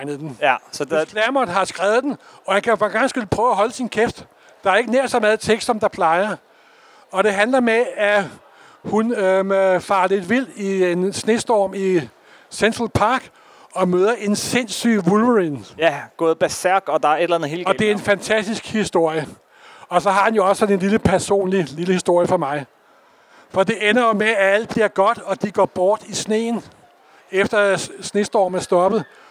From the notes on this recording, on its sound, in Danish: Live fra Copenhagen Comics 2023